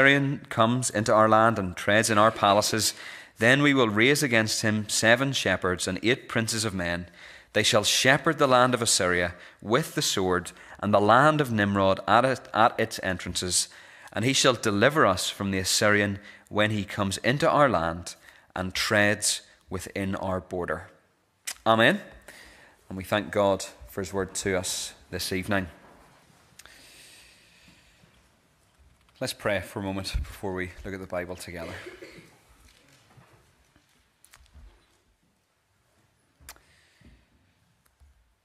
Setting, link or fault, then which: setting, large echoing room